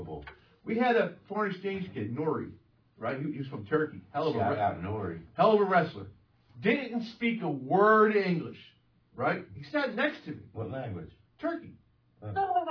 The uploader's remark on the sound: The audio is a little low on this one